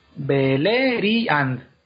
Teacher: no se hace eh, diptongo, son dos sílabas separadas